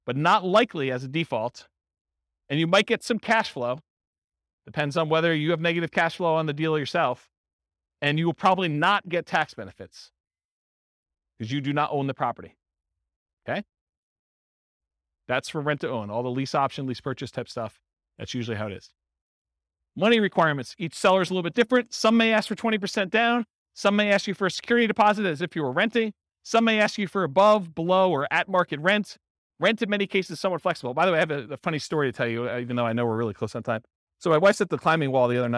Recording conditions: live audience